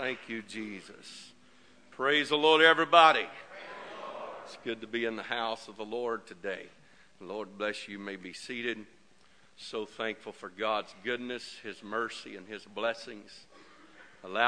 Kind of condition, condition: setting, large echoing room